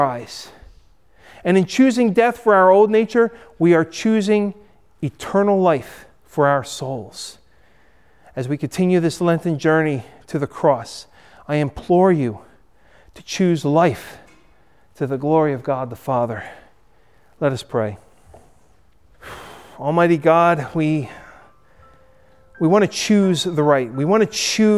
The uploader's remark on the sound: Recorded at Hudson UMC